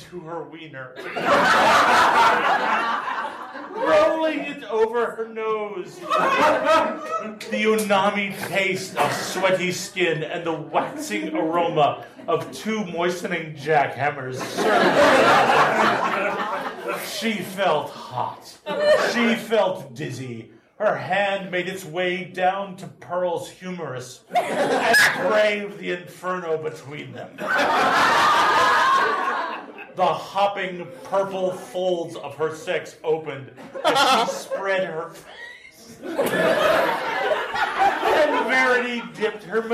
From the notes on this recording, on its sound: Balticon Bonus Episode. Turn sexy scenes into hilarious mad-libs with the help of the audience.